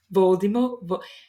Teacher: I love how you say it with a French accent. You drop off the T at the end.